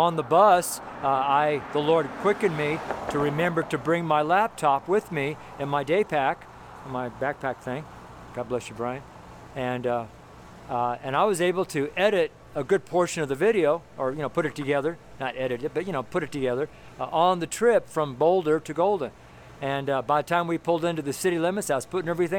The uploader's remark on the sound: FRIDAY STREET SERMON